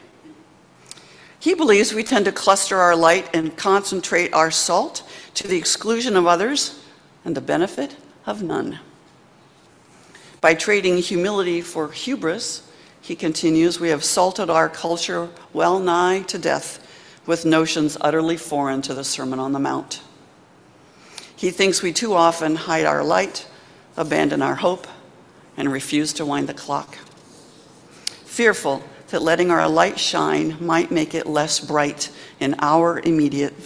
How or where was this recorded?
large echoing room